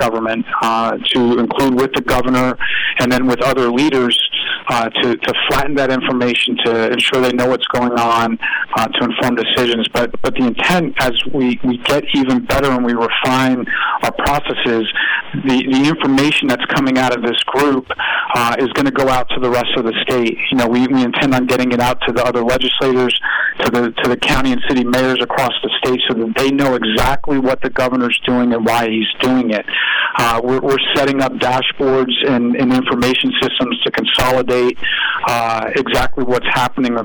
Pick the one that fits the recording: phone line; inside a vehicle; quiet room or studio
phone line